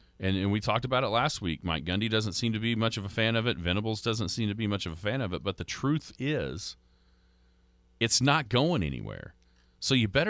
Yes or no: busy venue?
no